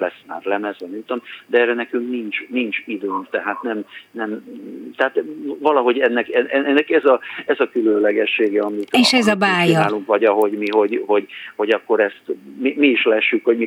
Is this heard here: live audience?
no